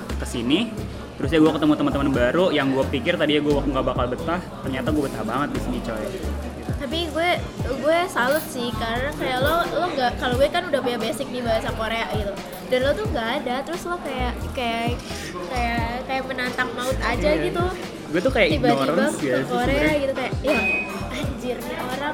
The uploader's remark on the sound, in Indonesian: ngobrol LIVE di salah satu cafe di Korea, jadi ambiance-nya agak beda nih dan kerasa di coffee shop gitcu